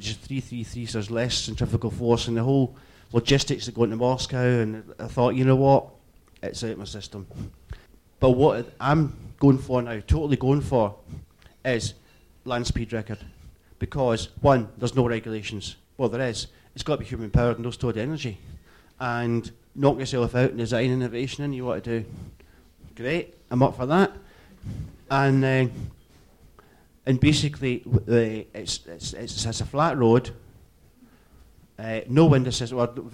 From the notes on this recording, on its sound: Recording from the London launch. Look Mum No Hands!